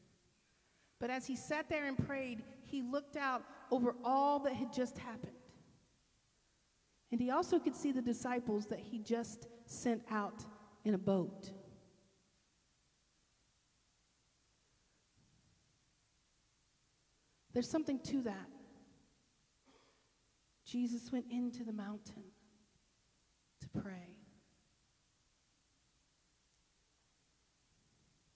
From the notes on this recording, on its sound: This sermon was delivered at Northpoint Community Church in Beaumont, TX